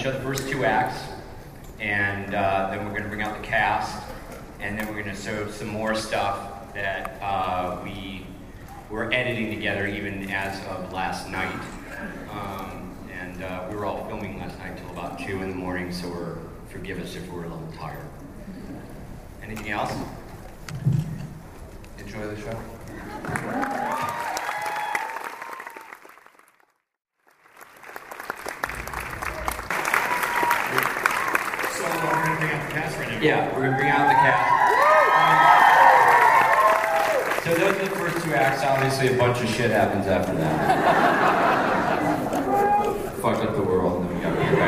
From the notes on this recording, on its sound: Comic-Con 2009: Flash Forward Panel. Here is that panel in audio form.